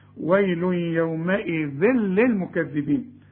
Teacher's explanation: التنوين اللي بعده لام انت عارف مفيش غنة، إدغام كامل بدون غنة